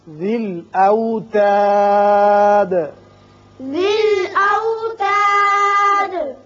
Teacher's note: جب ہم نے وقف کیا تو دال ساکن ہو گئی اور اس کی صفت قلقلہ ادا کی